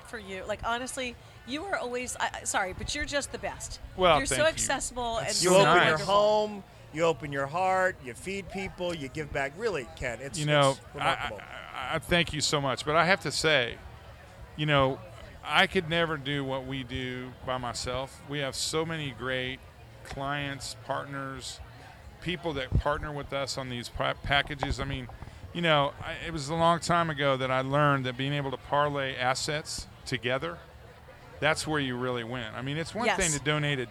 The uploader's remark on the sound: LIVE from Cattle Baron's Ball 2022. Recording live from the 49th Annual Cattle Baron's Ball at Southfork Ranch.